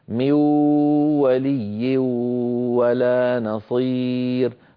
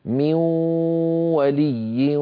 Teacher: لابد من صوتين، واو من الفم غنة من الخيشوم · Shown in: second take